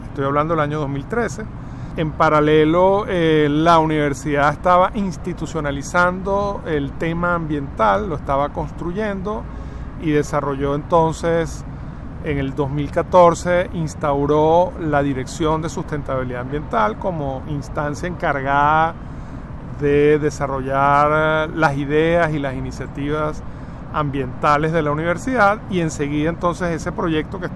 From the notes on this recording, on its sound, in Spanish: Techo verde de la Universidad Católica Andrés Bello (UCAB), ubicada en Caracas, Venezuela. Desde ese techo ubicado en el edificio de postgrado hacemos una serie de preguntas.